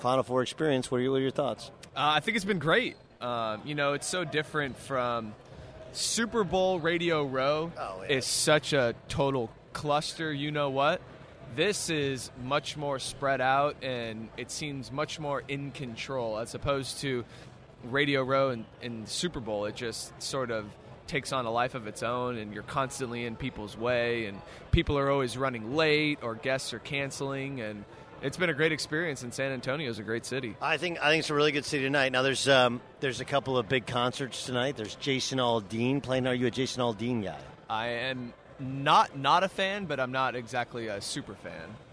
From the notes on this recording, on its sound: Live from the Final Four in San Antonio.